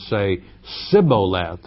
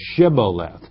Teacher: the Ephraimites could not pronounce the SH sound · Shown in: first take · And so they had made them say the word Shiboleth, which in Hebrew means stream or flood, but the Ephraimites couldn't frame their mouth to say it, and they would say Siboleth rather than Shiboleth.